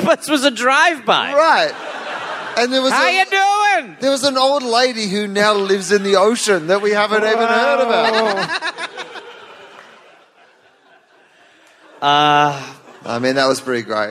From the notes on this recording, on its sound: Live from Canberra, Australia